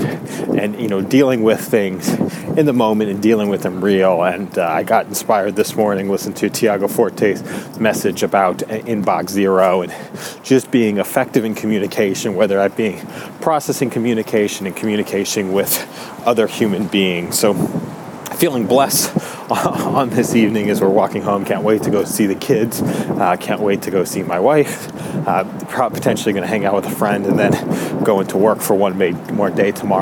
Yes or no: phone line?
no